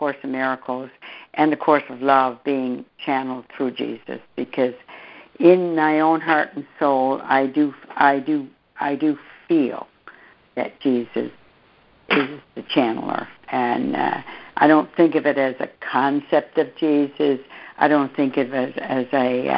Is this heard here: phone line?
yes